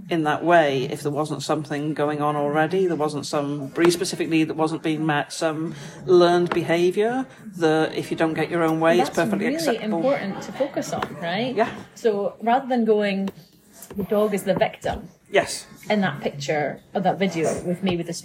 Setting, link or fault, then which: setting, busy venue